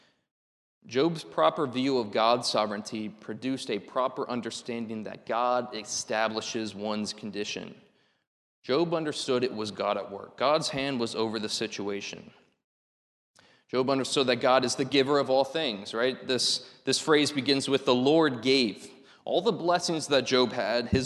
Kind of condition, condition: setting, large echoing room